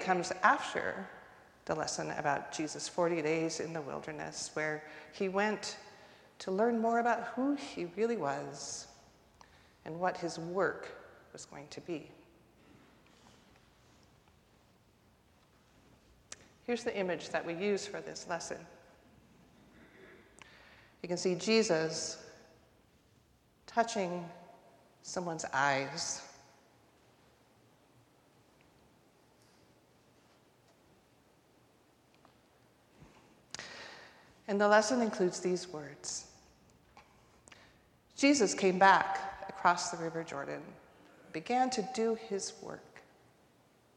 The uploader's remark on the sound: Recorded live at the 10:00am service.